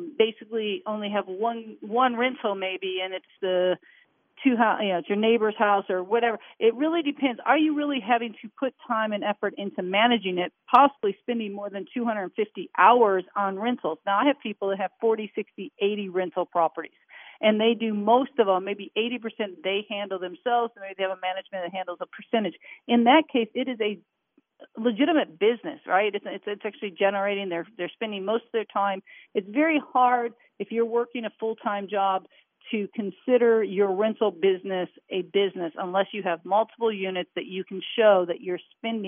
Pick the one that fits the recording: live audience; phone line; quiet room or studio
phone line